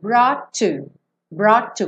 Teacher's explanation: Como um T só, não quica no T.